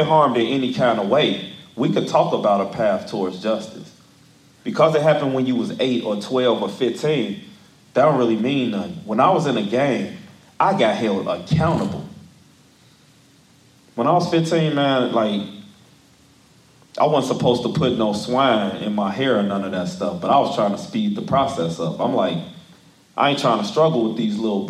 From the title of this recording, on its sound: from Live Event